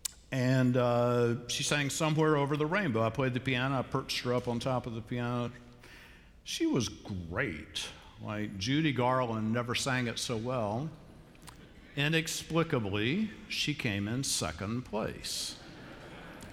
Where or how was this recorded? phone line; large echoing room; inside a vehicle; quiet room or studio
large echoing room